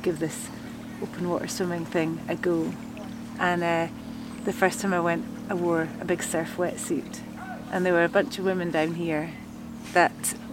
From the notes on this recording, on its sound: We had this chat on the shores of Lake Windemere after we had a ‘swim’ in the cold water of the lake. The sound is affected by the surroundings, whether it be other people around or the water lapping on the shores behind us.